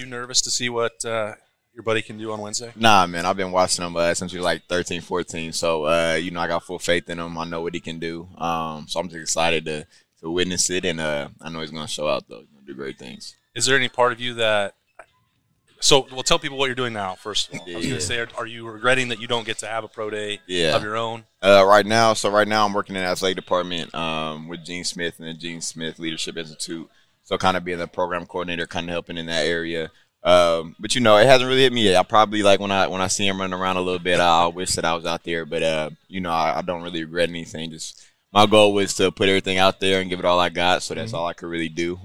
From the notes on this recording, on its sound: THE Podcast is at Roosters on Olentangy River Road in Columbus for another episode of THE Live Show.